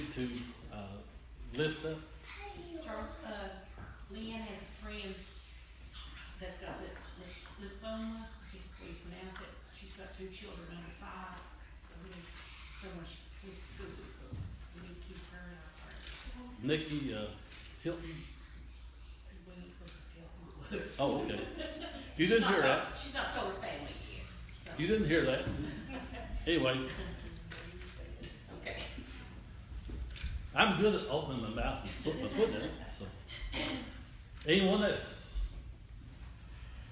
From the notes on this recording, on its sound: This is an audio recording of teh sunday morning service at Persia United Methodist Church in Rogersville, TN.